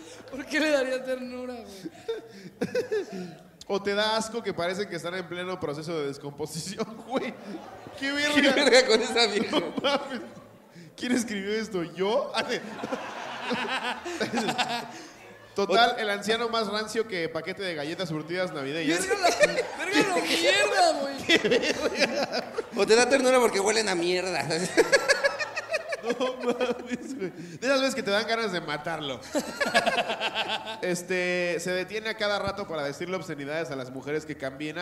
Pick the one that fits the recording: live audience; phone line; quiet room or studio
live audience